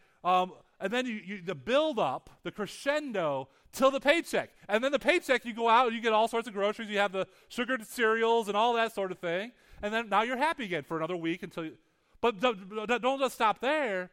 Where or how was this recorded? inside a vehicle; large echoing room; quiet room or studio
large echoing room